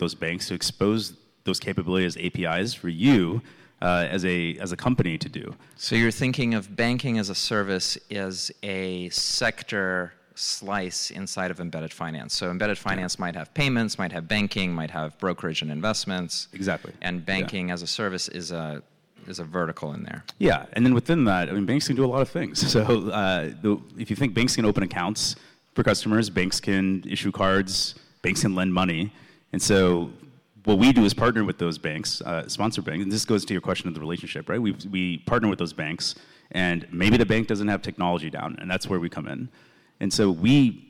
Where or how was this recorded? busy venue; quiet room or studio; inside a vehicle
busy venue